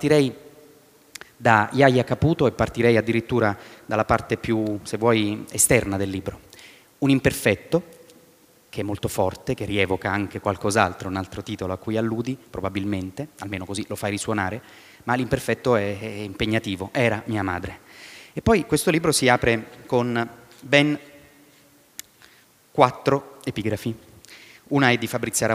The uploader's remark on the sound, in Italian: Registrato a Bookcity 2016